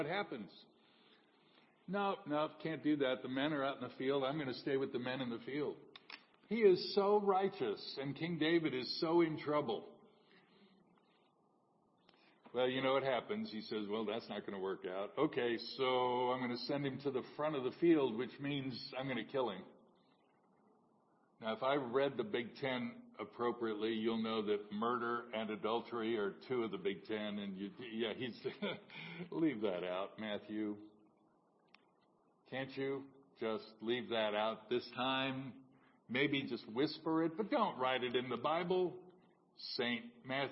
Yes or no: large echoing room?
yes